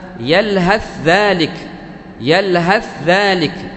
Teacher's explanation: الثاء أضغمناها في الذال اختفت الثاء بقت عندنا ذال مشددة